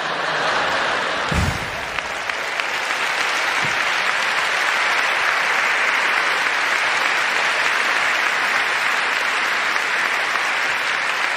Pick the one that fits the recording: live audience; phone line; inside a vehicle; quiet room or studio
live audience